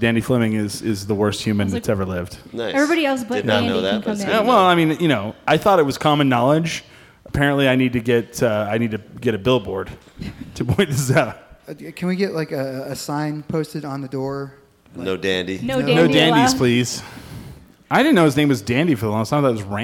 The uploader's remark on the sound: We are live from the Alibi lobby.